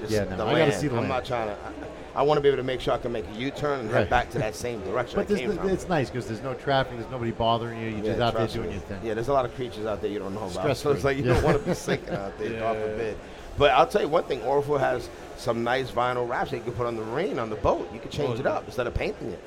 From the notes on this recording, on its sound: Unique Radio's special coverage of SEMA 2017. Live from the Orafol booth.